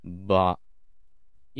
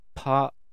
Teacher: バーの方が破裂より先に声帯が震えてるのがゆっくり観察するとわかると思います · Shown in: first take · Term: 有声音